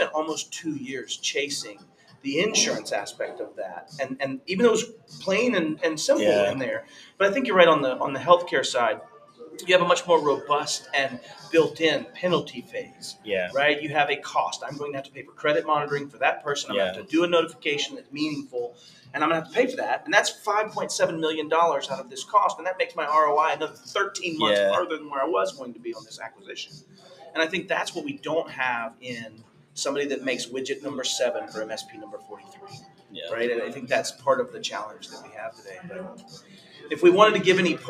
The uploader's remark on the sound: Live from the Right of Boom Security Conference in Tampa 02/09/2022. Some surprise guests pop in and say hello!